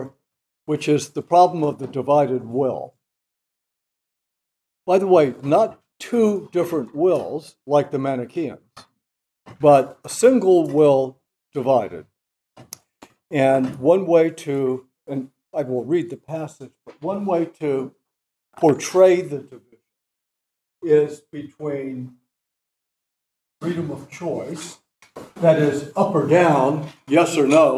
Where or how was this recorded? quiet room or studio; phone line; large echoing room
large echoing room